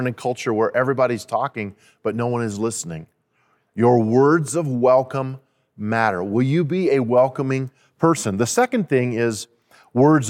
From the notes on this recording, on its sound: At Timberline Church. Live.